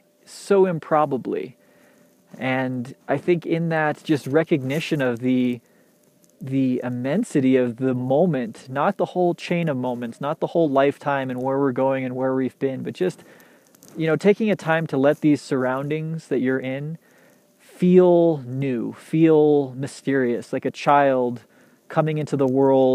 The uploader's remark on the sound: Recorded on the side of a mountain, in the trees in waist deep powder